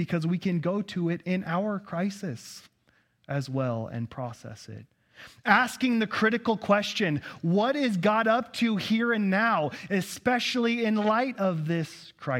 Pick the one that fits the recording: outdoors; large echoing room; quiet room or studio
large echoing room